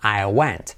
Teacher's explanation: Con nuestro sistema de fonético es con un acento al revés, ¿sí? Para señalar que no es I como E, sino una E abierta.